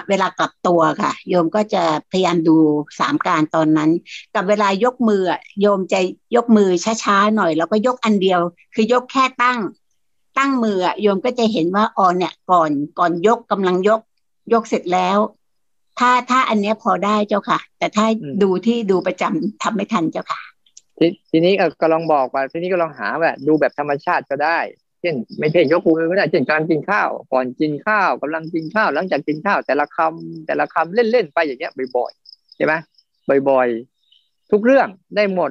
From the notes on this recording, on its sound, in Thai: เป็น 1 ใน 3 คอร์สออนไลน์ (ผ่านโปรแกรม Zoom)